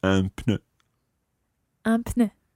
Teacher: it always sounds as if it comes right through your nose